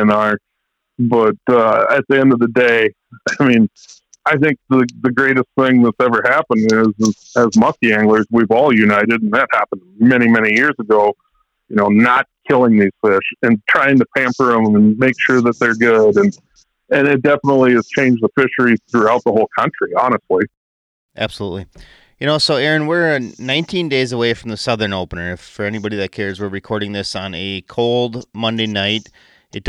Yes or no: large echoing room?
no